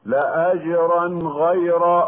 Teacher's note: إظهار التنوين قبل الغين يسمى إظهارا حلقيا لجميع الأئمة إلا عند أبي جعفر، فتجوز عنده الغنة قبل الغين والخاء.